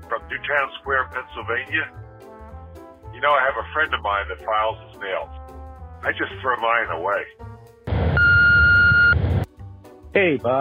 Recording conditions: phone line